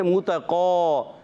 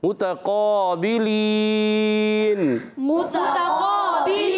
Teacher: قاف ادا ہوتا ہے زبان کی جڑ تالو کا نرم حصہ زبان کی جڑ اور تالو کا نرم حصہ قاف کا مخرج